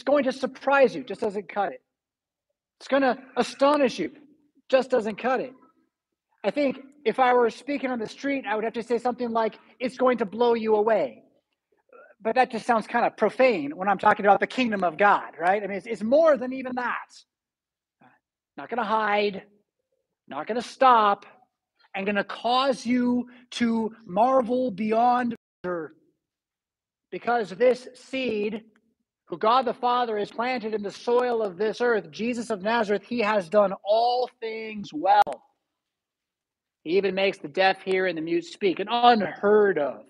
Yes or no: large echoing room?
yes